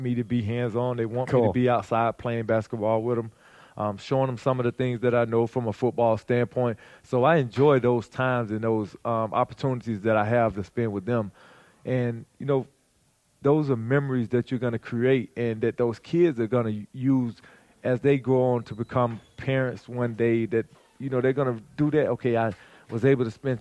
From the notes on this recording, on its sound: joined us backstage at the ManUp Charlotte Conference.